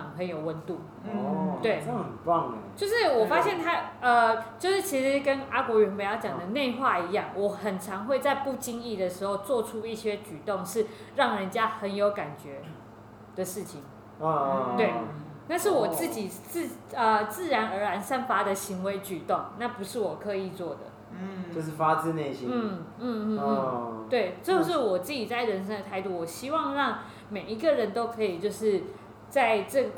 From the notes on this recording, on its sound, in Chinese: 錄音地點｜ 藍色咖啡館 108台北市萬華區大理街131號。